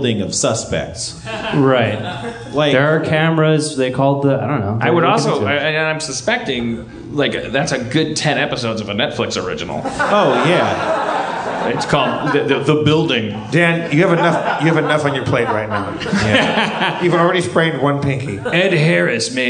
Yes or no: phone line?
no